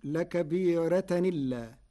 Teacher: لكبيرة إلا. قرأ ورش بنقل حركة الهمز إلى الساكن قبله فتصير لكبيرة إلا مع ترقيق الراء